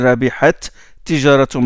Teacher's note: deux T qui se rencontrent et on fait l'élision.